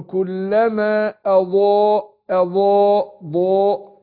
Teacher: فقول كلما اضاء اضاء ضاء، يبقى حققت الهمزة واجيب الضاد. قلنا الضاد من اقوى حروف الهجاء، حرف مستعلي مطبق مستطيل